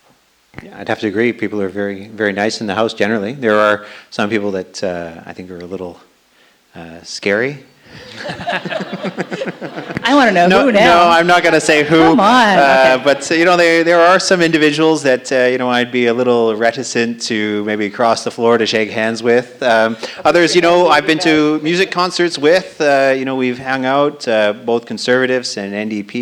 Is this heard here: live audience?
yes